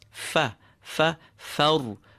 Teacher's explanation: The only extra caution here would be regarding the fatha of the fa. Do not have it affected by the fullness of the ra that follows it. Keep the fa open.